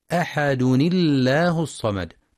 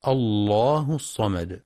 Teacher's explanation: مع ترقيق لام لفظ الجلالة وصلا لكسر ما قبلها · Shown in: first take · وتفخم إذا ابتدأ بها الله الصمد.